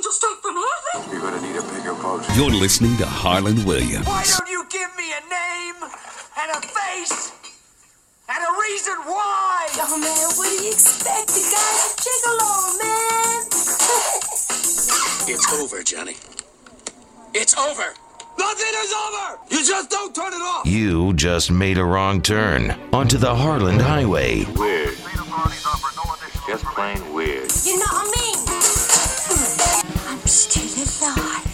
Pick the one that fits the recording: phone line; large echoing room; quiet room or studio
phone line